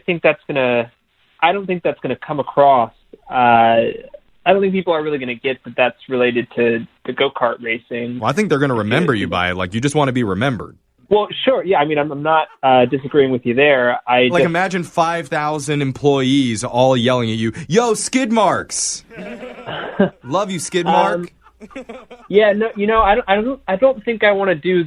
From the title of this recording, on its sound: Phone tap